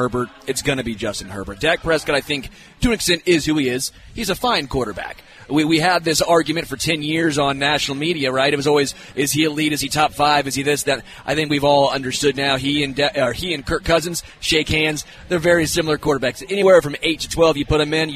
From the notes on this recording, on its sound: LIVE from Hollywood Casino!